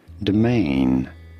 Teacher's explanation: you do want to stress on the second syllable, on the main syllable